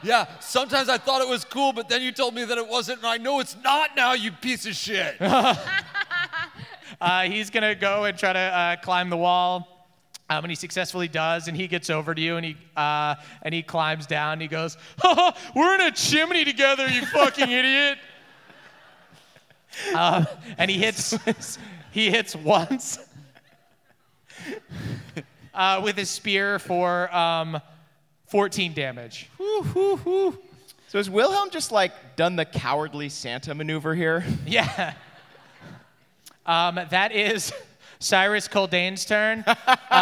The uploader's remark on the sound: NADDPOD Live in Boston